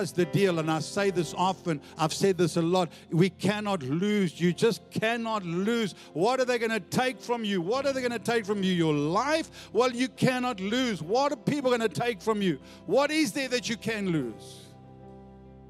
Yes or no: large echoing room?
yes